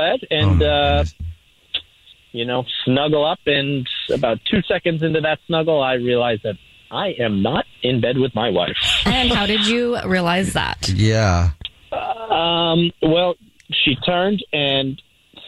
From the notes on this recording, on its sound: there is a guy on the phone